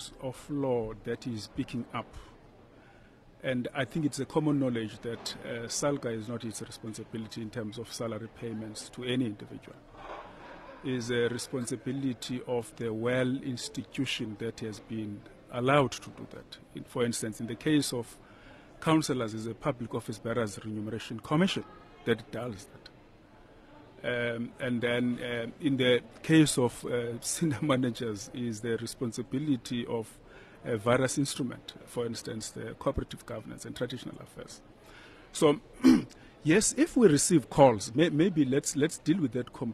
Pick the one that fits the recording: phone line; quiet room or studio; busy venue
busy venue